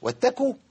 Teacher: القاف المضمومة لا تبدل بكاف مضمومة